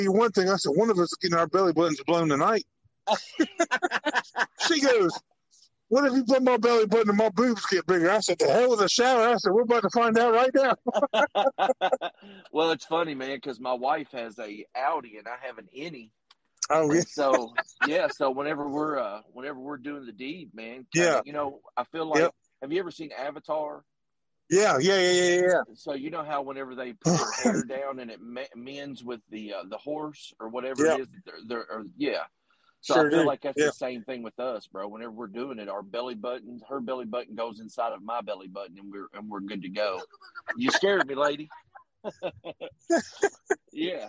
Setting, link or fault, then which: setting, inside a vehicle